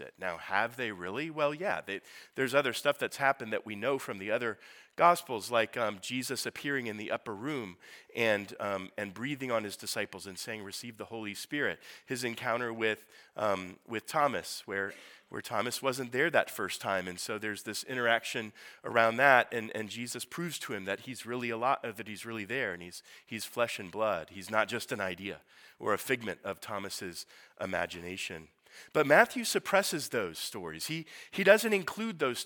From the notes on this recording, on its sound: Sermon preached at Priestly Ordination Service